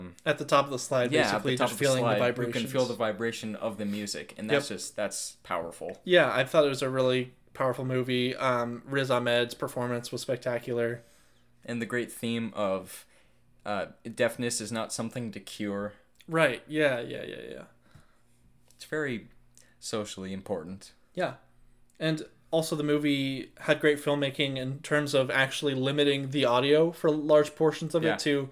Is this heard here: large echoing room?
no